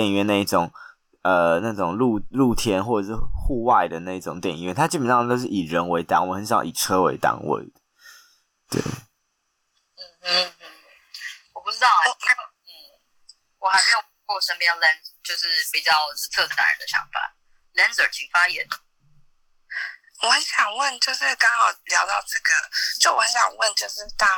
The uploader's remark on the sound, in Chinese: Clubhouse的電話錄音就是悲劇一場。